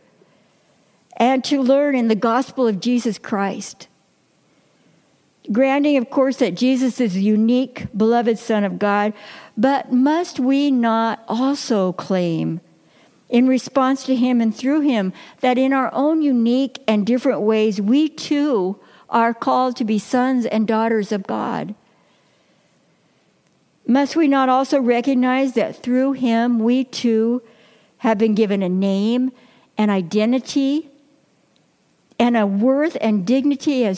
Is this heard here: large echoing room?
yes